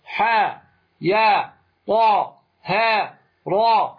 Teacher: ما يمد مدا طبيعية وهي إيش حروف حي طهر، حاء والياء والطاء والهاء والراء فقط هكذا تمدها، حاء ياء طاء هاء راء ولا تزد.